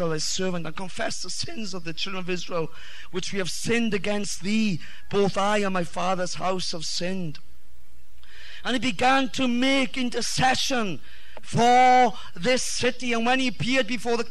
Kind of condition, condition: setting, large echoing room